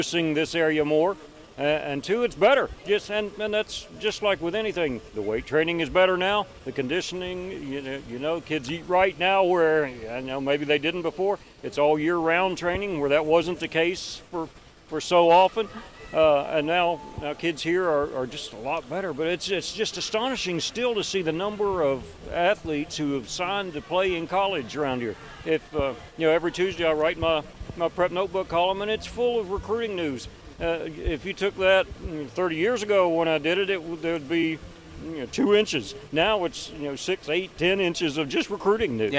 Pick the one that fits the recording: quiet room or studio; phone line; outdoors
outdoors